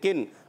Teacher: کن، کاف نون زیر کن. اب کاف باریک ہے، زبان کی جڑ تالو کا سخت حصہ یہ کاف کا مخرج ہے